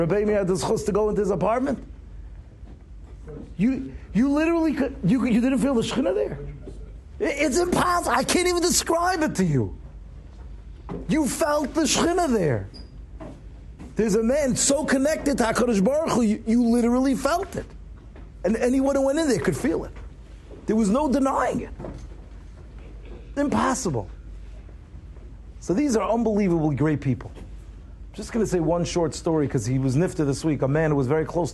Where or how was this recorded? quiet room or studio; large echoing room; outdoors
large echoing room